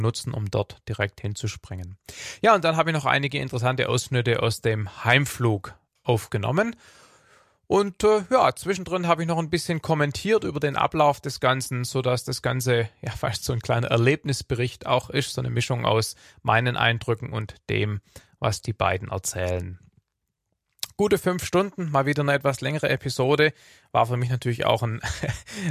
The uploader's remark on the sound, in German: Diese Episode ist auf diesen Flügen entstanden und enthält sowohl Aufzeichnungen von Briefing, Outside Check und der Arbeit im Cockpit. Frachtfliegerei mit Lufthansa Cargo's MD-11F.